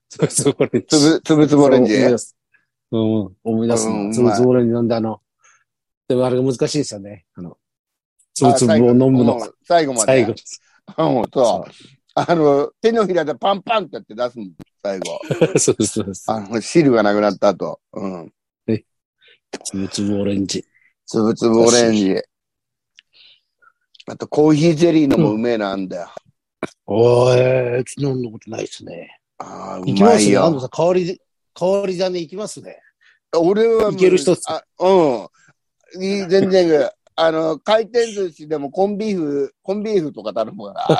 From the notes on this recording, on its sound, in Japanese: ZOOMで収録